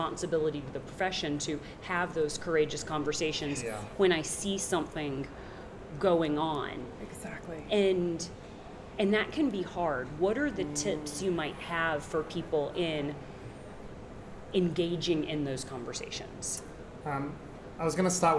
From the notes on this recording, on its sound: This podcast episode was filmed at the Agile 2024 conference so please excuse the background noise that occurred during the recording.